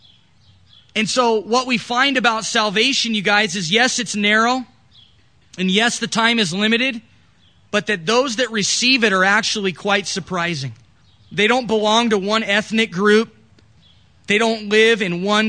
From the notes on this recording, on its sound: This recording was done during our church in the park, July 5th.